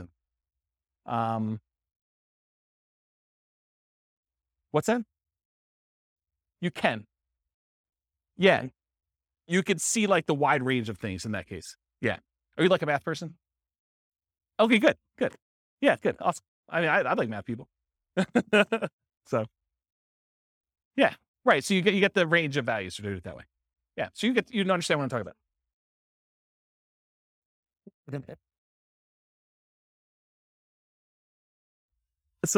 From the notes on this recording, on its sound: This was a live class recorded